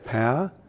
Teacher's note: Generally, in Australia, I think, we say it as kind of one syllable, and we fit all those letters in, have a couple of vowel sounds, a diphthong, it's called